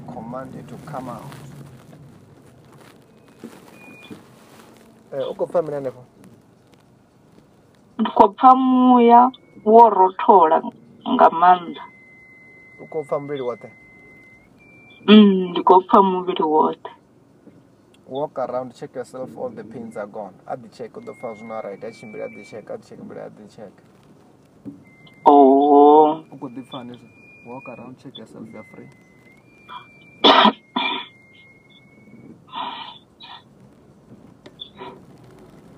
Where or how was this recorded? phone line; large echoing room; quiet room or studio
phone line